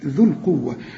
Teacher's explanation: الغي الواو عند الوصل، قول ذو القوة، اشبك للذال مع اللام، ذو القوة المتين، المتين كلها حروف مرققة، وخد بالك شوف